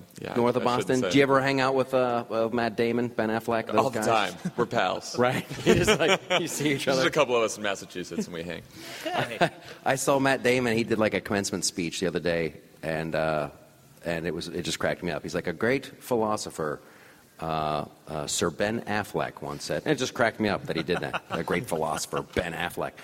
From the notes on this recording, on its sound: Recorded in front of a live audience at Politicon.